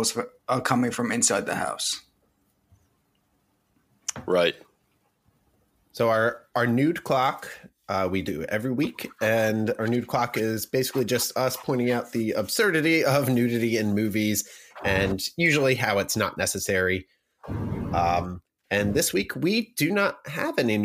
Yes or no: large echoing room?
no